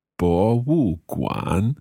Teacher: 博, second. Yeah. 物, fourth. And then 馆, that must be third.